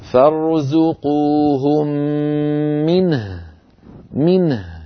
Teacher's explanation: نبين سكون النون ونبين سكون الهاء · Term: بيان الهاء المتطرفة الساكنة